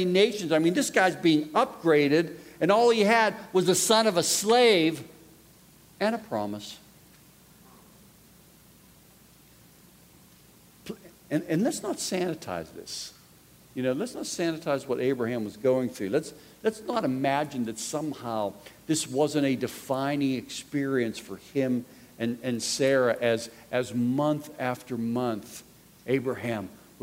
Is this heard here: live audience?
yes